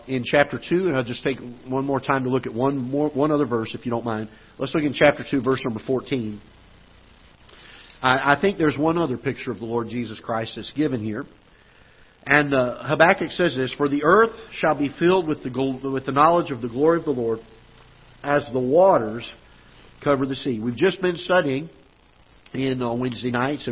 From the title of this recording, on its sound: Ketha Heights Baptist Church ~ Live Broadcast